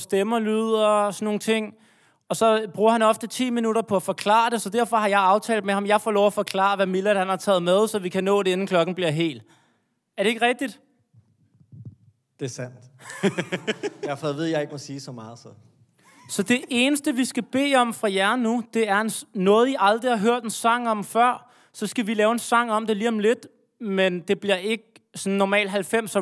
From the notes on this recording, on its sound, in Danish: LIVE fra Aveny-T. Første live-podcast i årevis!